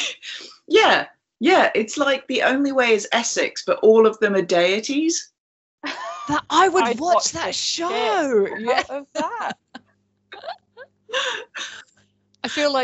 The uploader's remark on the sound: This episode was recorded using Microsoft Teams as we were experimenting with recording during our continued lockdown.